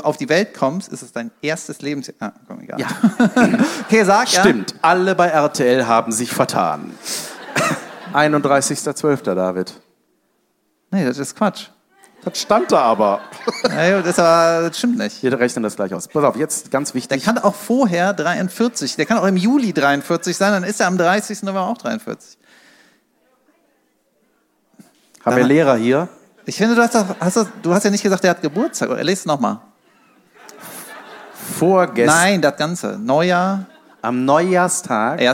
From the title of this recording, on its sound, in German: Live in Köln